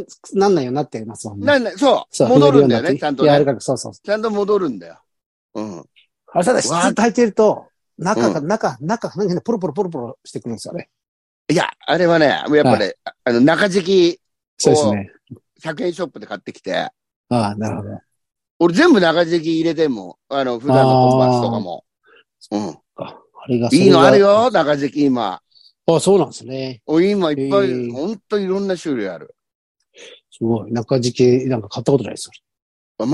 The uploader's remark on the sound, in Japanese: ZOOMで収録